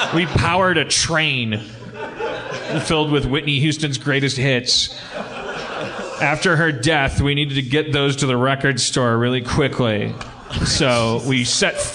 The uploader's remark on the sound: LIVE at the Vista with bonus Q&A. LIVE from the Vista theater with a special Q&A.